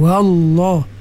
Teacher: lam pada lafuzul jalalah ditebalkan, wallah. Waw tu, waw fathah, nipis.